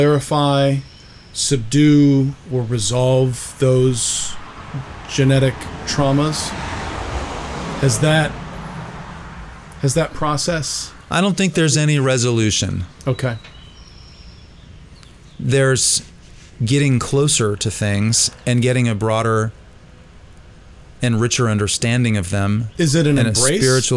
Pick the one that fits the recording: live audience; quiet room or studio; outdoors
outdoors